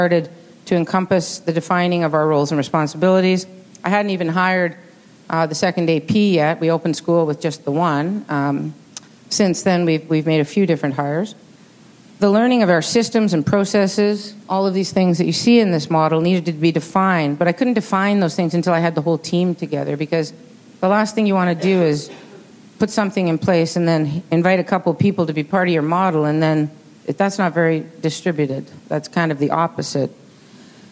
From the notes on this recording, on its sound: In this video we bring you a session from a LeadMeet gathering that was held at the Royal Glenora Club in Edmonton in January of 2023. LeadMeets are events organized by the CSL where local leaders share their tips for positively impacting student learning.